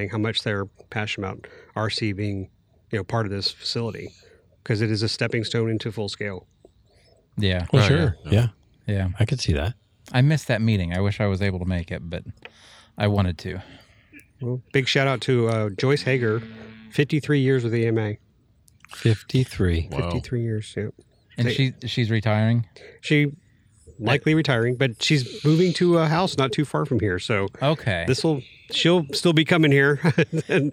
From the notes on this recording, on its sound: At Joe Nall. This was recorded outside so there's a bit of background noise.